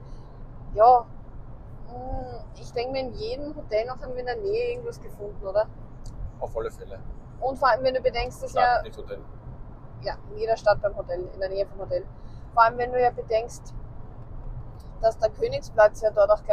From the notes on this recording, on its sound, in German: Private Talk im Auto. Mittels Ansteckmikrofonen aufgenommen. Verzeiht uns eventuelle Tonprobleme, falls ihr uns manchmal nicht gut versteht.